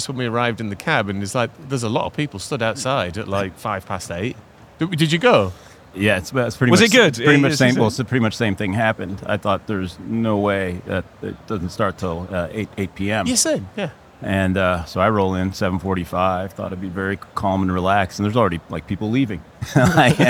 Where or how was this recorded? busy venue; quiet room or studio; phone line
busy venue